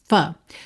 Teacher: o F é feito, ó, com lábio inferior nos dentes de cima